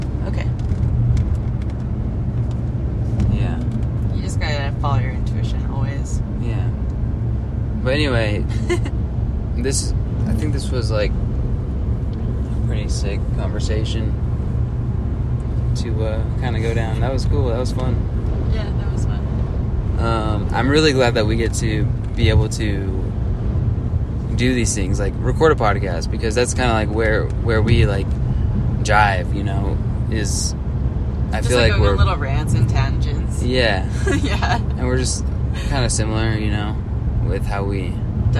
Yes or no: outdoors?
yes